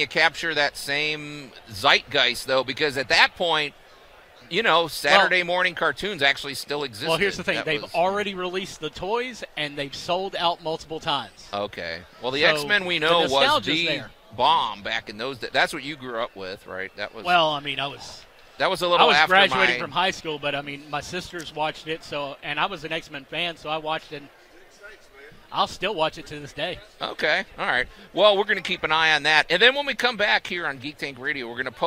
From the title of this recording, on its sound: Live From The Agricenter